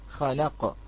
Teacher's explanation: عرض السكون على حرف القاف للوقف · Term: عارض للسكون